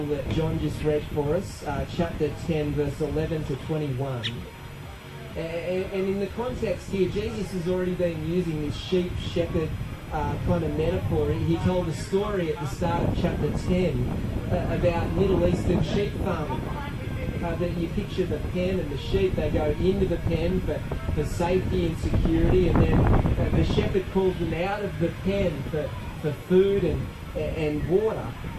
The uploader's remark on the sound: Apologies for the audio quality on this recording